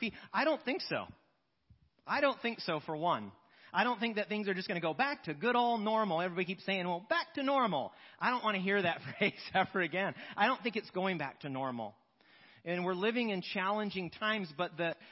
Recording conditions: large echoing room